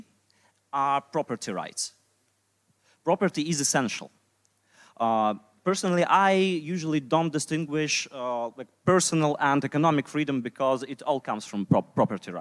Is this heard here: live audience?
yes